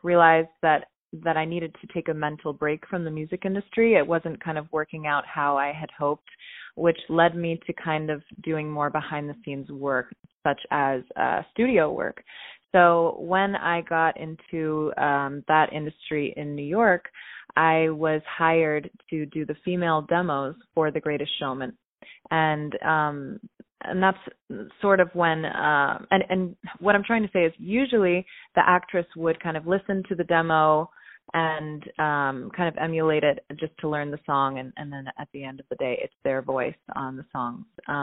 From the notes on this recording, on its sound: On the phone.